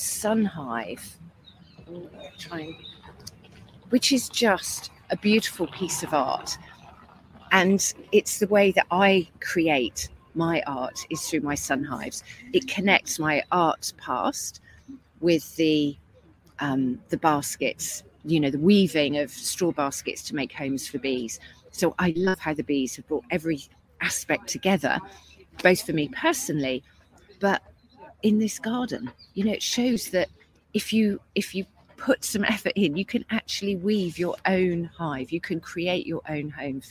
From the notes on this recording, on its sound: Recorded this podcast LIVE during her week at Chelsea Flower Show with her client The Newt in Somerset.